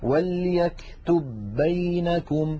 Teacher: لابد من إدغام الباء الأولى في الثانية